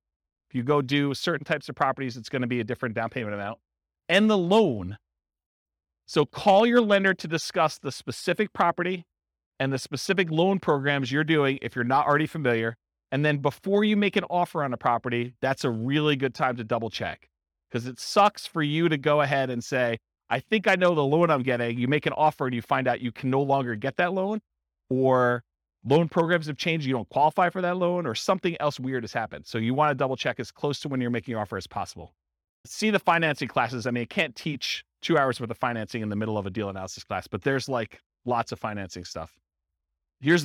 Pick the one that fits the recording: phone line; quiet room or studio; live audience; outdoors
live audience